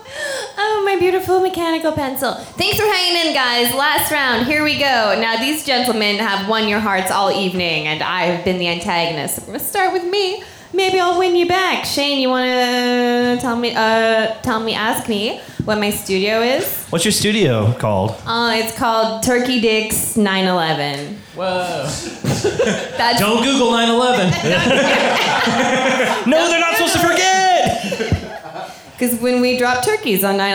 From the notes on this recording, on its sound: Recorded live at Kelly's Olympian!